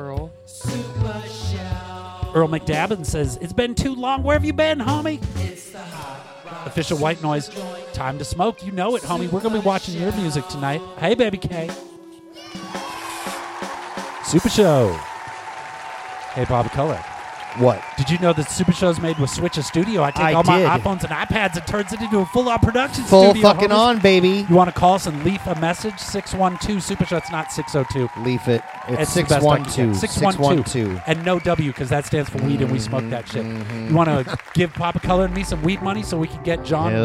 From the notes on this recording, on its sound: Filmed in front of a live Studio Audience.